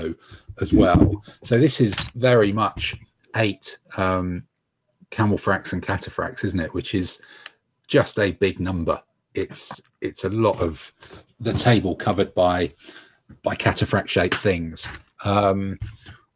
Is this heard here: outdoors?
no